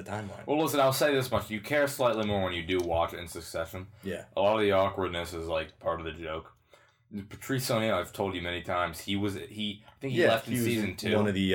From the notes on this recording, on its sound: sorry for any audio issues, we tried an new way of recording